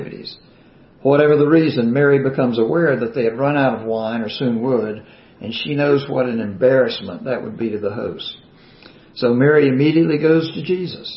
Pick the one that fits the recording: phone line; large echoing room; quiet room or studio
large echoing room